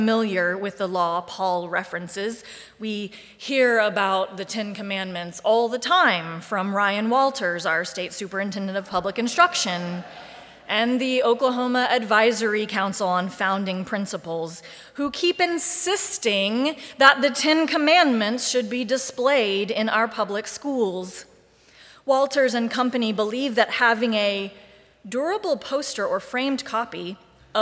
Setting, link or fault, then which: setting, large echoing room